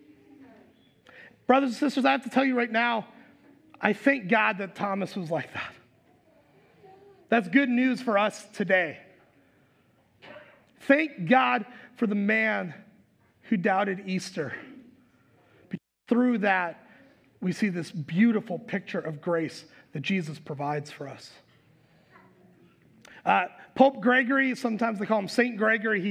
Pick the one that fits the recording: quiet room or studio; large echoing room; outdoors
large echoing room